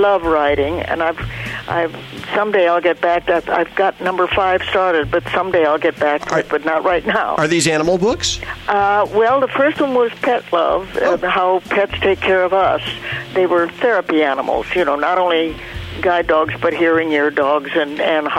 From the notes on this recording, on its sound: Your phone calls